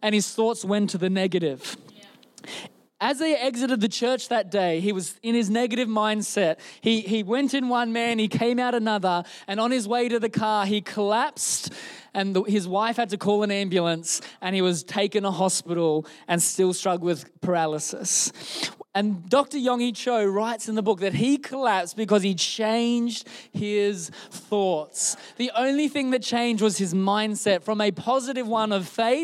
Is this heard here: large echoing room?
yes